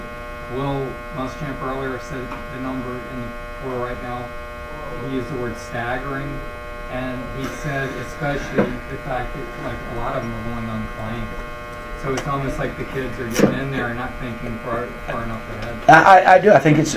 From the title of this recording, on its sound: Press Conference